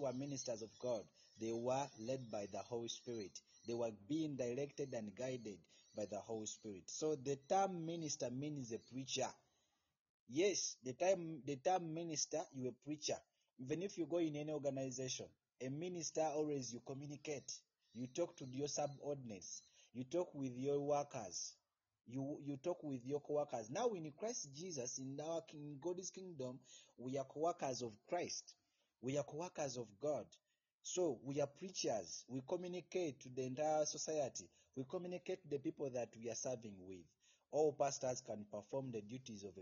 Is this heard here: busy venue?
no